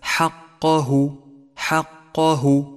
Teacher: ولاحظ كيف جاء حرف القاف المفخم بين حرفين مرققين الحاء والهاء، فأعطه حقه من التفخيم وأعطي الحرفين حقهما من الترقيق، هكذا حقه، حقه.